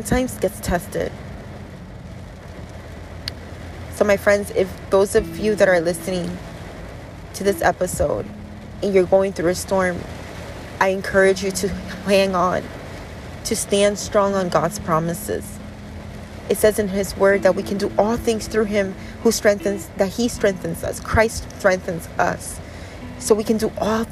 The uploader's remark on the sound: This is episode was recorded today while sitting inside my car in a middle of a thunderstorm.